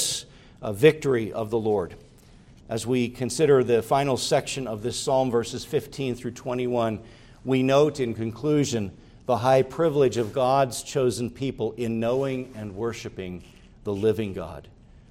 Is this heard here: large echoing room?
yes